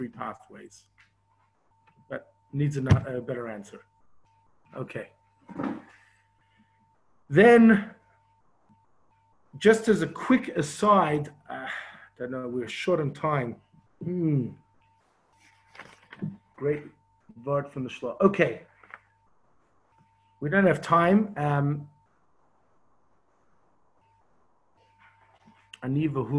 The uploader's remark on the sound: Zoom Class 5/10/20